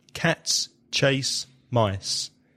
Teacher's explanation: You hear cats and mice that are stressed, but the chase is a bit softer.